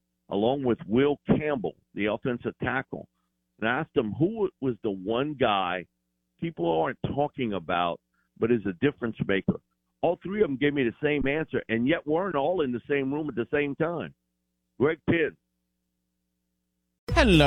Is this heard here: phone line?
yes